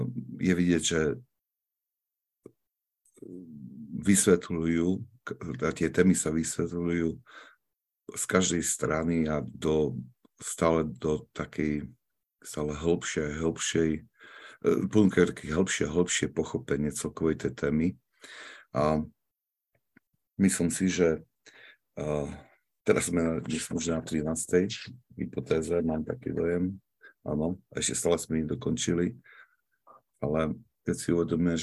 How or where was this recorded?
video call